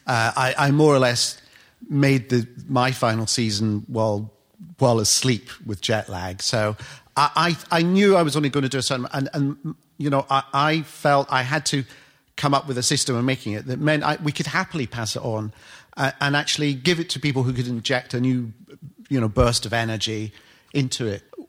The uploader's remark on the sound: Recorded live at the London Podcast Festival.